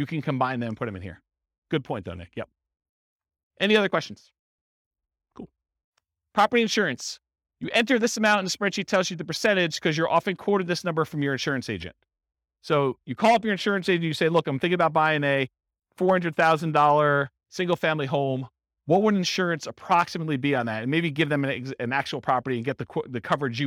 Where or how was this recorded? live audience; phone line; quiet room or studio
live audience